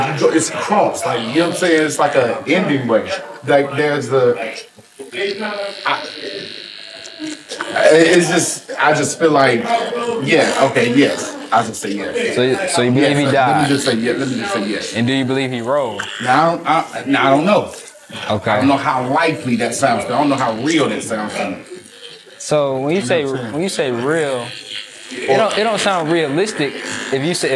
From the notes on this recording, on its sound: Discussing Faith in the Barbershop. We have these conversations at the shop all the time, but this time we were able to record it! I apologize for the sound quality!